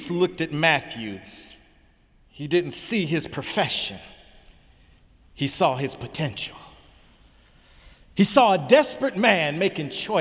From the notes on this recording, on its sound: Sunday sermon May 6, 2018 in the Memorial Church of Harvard University